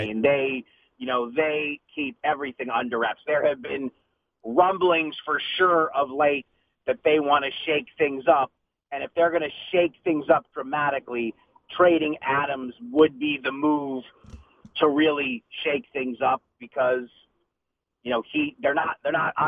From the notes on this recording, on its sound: called in to the Ben and Skin show